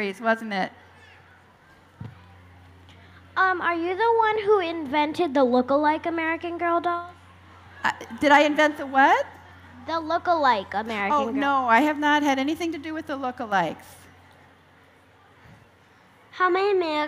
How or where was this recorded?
live audience